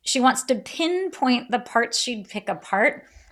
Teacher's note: There is that sense of someone picking at you, that repetition of that plosive, that P sound. There's this idea of sort of picking, that's really kind of underscoring the scrutiny that her mom is about to, to wield.